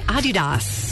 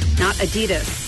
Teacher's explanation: slight emphasis on the first syllable · Shown in: first take